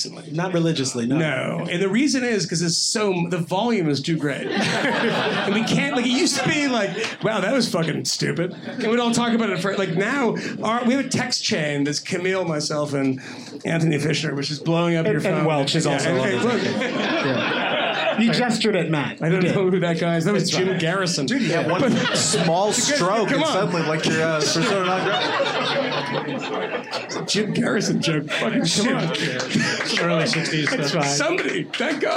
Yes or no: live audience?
yes